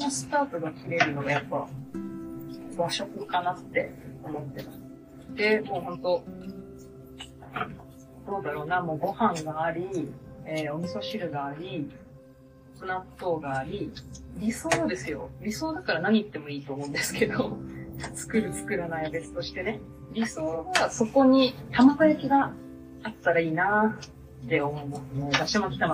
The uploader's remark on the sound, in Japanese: 本日は初めて料理をしながらのラジオ収録を行いました。